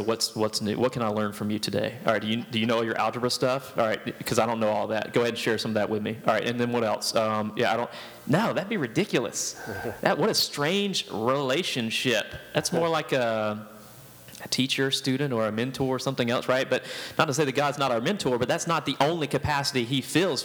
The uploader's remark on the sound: This was recorded before a live audience.